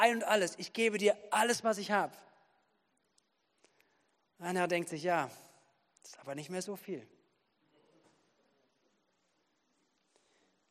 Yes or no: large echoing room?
yes